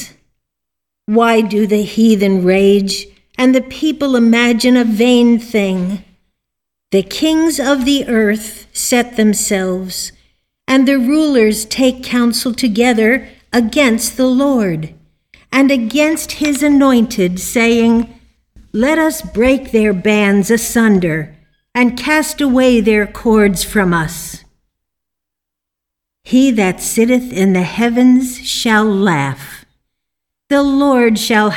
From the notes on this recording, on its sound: The Sunday service audio from October 31st, 2021